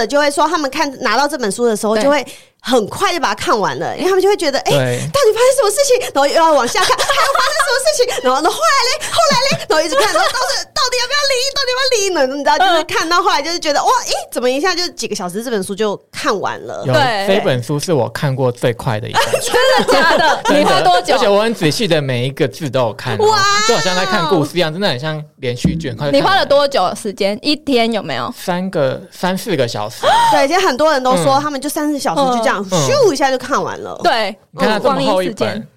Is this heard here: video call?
no